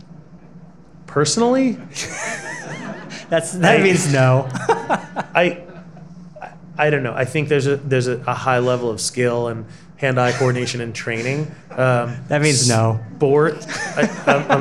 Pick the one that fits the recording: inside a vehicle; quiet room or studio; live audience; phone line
live audience